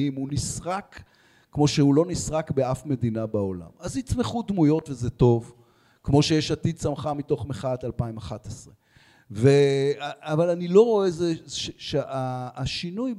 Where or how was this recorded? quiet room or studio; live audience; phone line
live audience